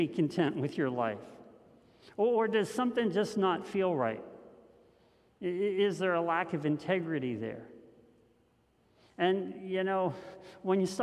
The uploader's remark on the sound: This message was first preached on February 28th 2021 at Linglestown Life Church in Harrisburg PA.